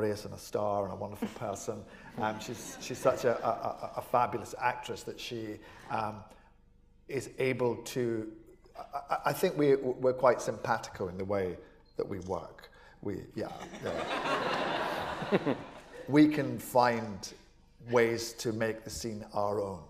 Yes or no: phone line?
no